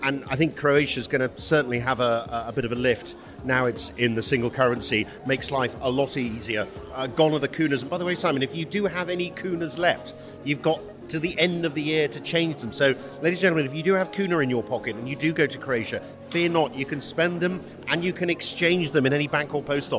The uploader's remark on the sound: I'm at the New Deal Europe conference in central London